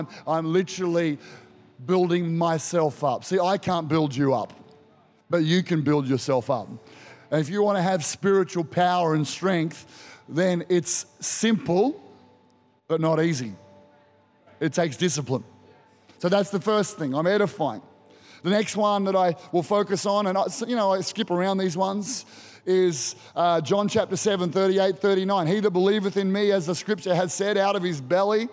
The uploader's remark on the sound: Recorded during our 5pm service on Sunday, the 21st of May 2023